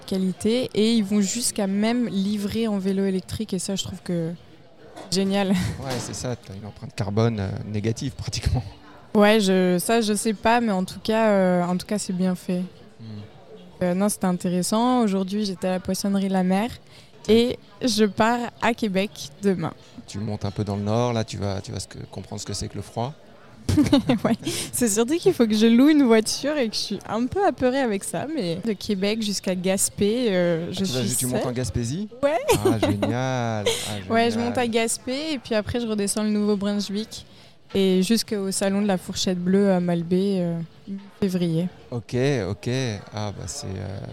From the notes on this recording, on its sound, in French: Elle est de passage au Québec. Merci au restaurant le Renoir pour l'accueil lors de l'enregistrement du podcast.